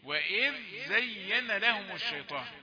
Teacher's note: إذ دي من اللثة زين دي صفيرية من الصفير